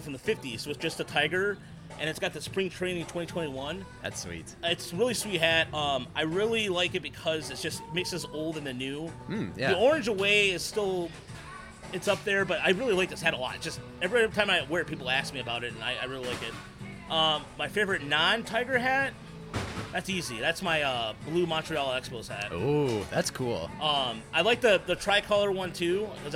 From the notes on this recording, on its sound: The Podcastellanos is live at Mootz Pizzeria + Bar in beautiful downtown Detroit!